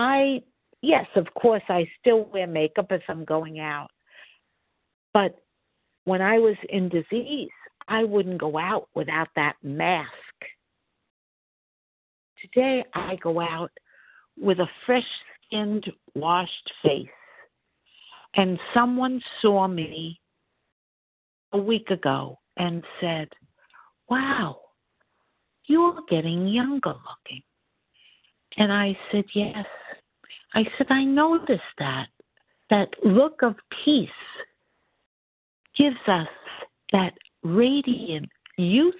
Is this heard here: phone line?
yes